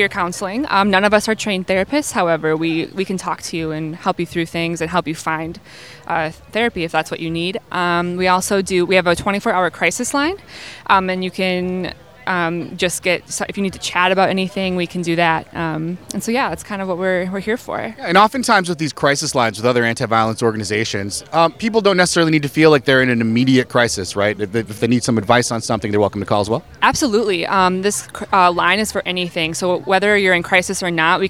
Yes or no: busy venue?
yes